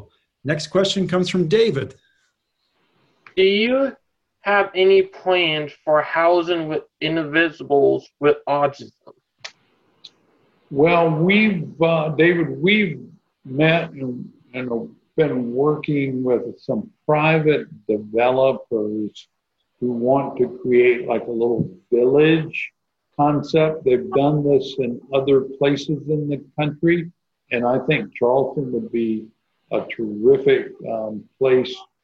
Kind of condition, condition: link, video call